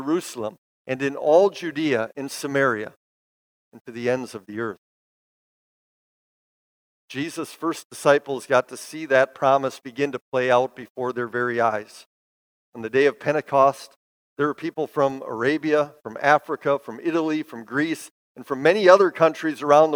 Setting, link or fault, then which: setting, large echoing room